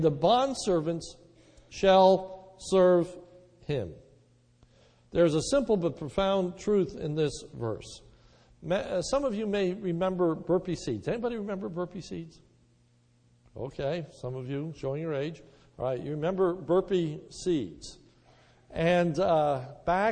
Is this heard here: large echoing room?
yes